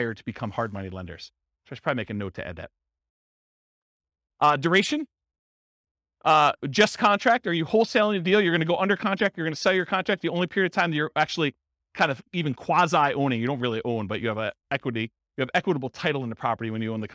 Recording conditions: live audience